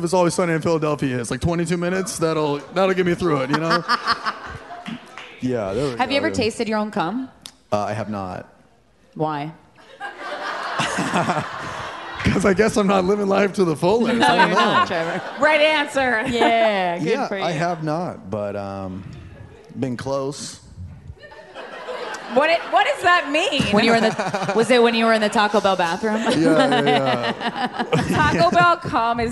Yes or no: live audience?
yes